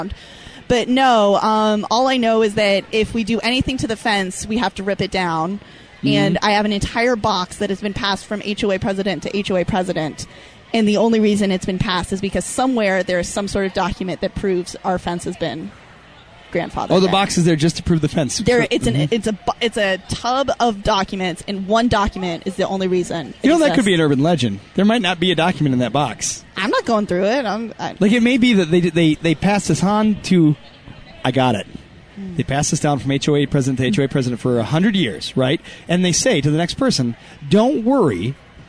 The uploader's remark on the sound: Live from First Ascent Chicago.